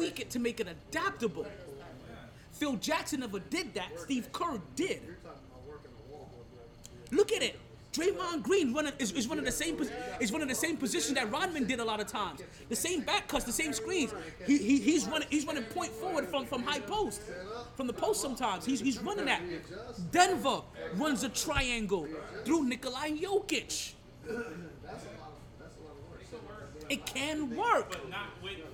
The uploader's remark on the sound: Live from Sharkeys